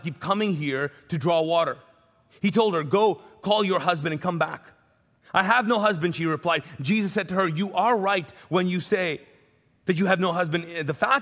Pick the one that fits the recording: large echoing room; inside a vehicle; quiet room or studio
large echoing room